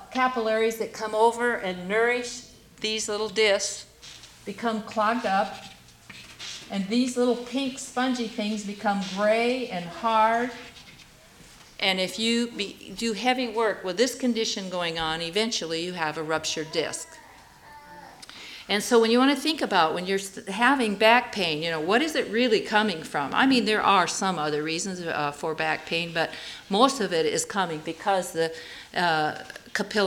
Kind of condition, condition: setting, live audience